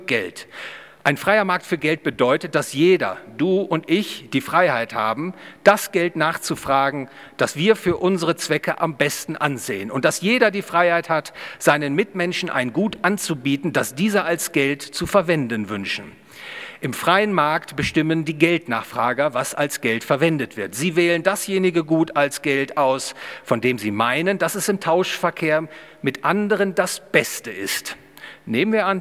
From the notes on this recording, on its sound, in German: Gehalten auf der Ludwig von Mises Institut Deutschland Jubiläumskonferenz 2022 (10 Jahre). Im Bayerischen Hof in München.